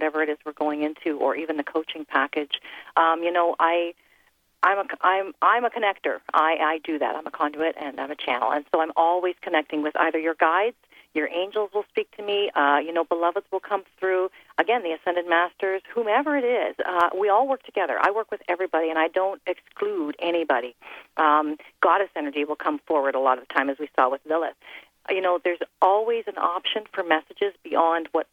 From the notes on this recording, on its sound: LET'S OPEN THE PHONE LINES and do a TOTAL call-in show